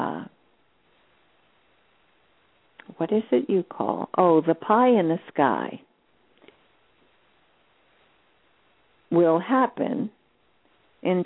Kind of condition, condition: link, phone line